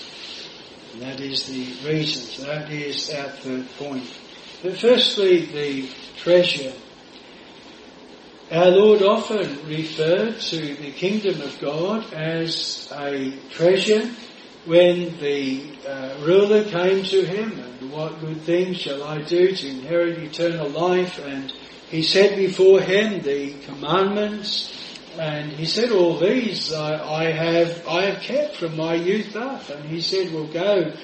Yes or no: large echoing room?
yes